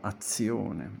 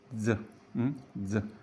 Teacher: si produce questo suono facendo vibrare le corde vocali · Shown in: second take · Term: Z sonora